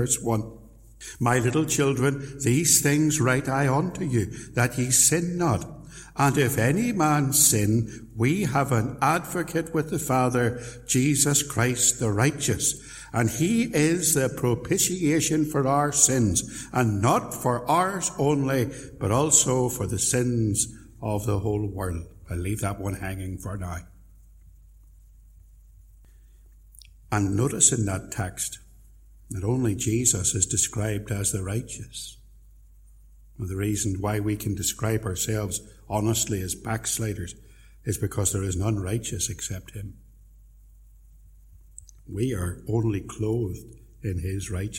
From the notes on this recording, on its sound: Sermon preached at Templepatrick Reformed Church